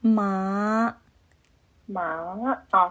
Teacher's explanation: 声调没有拐弯，应该要拐弯，马马啊，上去了。对，下去然后再上来，就好像第三声